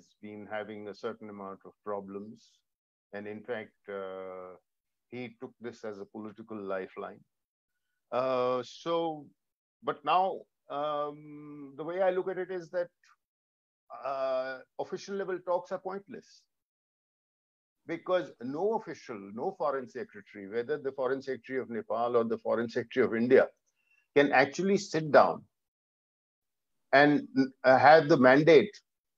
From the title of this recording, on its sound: IMPRI International Webinar